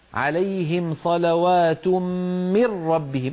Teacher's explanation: قل مي عليهم صلوات من ربهم. اكسر الميم كسر كامل